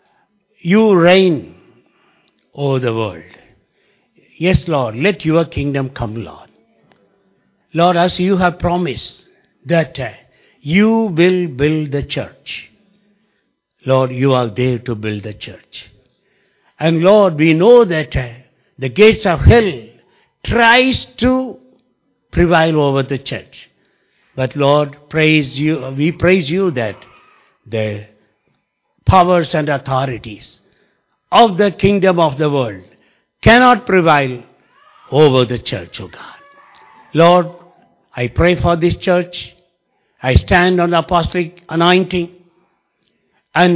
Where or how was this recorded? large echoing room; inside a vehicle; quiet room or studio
large echoing room